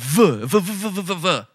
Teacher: Okay, and he's clearly with his mouth going v, v. He's doing a teeth on the lip v, a fricative. A hard fricative, v, v, v, v, v, v, v, right?